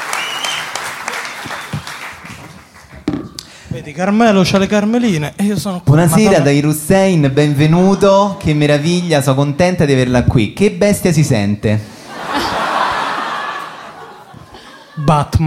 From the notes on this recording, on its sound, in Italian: Ultima puntata di Cachemire Podcast, registrata dal vivo al Monk di Roma.